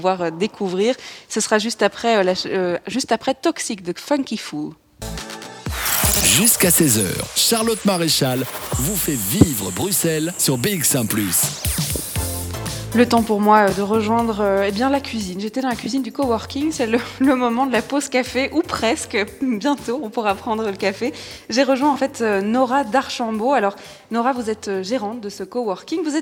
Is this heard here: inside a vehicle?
no